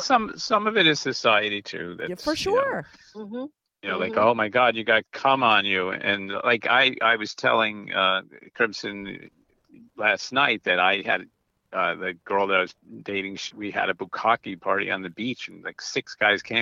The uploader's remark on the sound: They called in to talk all about it.